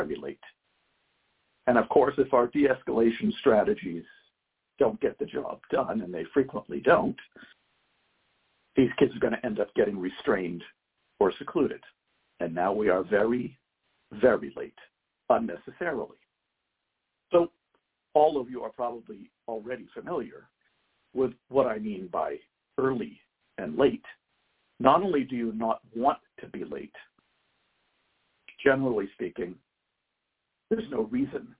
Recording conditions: phone line